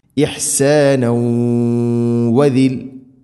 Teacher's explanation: തൻവീനിനെ വ എന്ന അക്ഷരത്തിലേക്ക് കൂട്ടി ലയിപ്പിച്ചു മണിച്ചുകൊണ്ട് ഉച്ചരിക്കണം. · Term: ഇദ്ഗാം ബിഗുന്ന